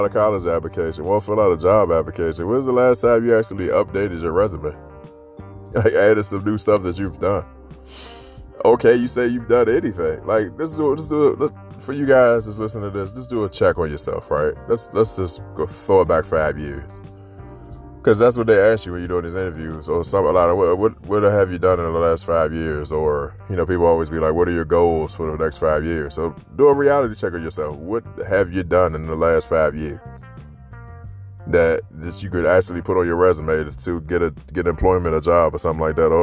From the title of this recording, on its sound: Friday walk and talk